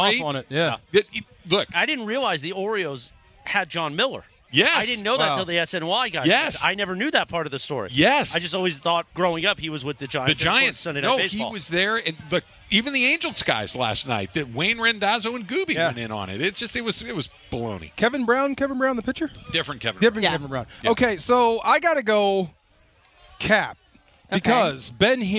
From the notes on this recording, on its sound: LIVE from Rams Camp in the City of Irvine! A group of shirtless guys with letters on the chest show up but we cant make out what they are trying to spell.